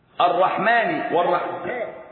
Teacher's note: الرحمن زيها والرحيم زيها. الرحمن والرحيم لام شمسية مدغمة، ويسمى إدغام متقاربين صغير